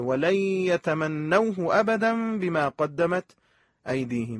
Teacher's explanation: ولن یتمنوه که وقتی به یا میرسه باید ادغام بشه